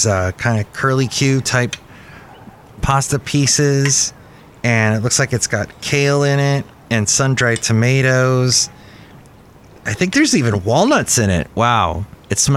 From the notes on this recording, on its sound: podcasts live from Cafe Anyway